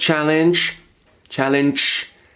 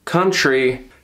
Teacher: She's unvoicing some of the sounds that should be voiced, and it just shh, makes a shh sound quite often.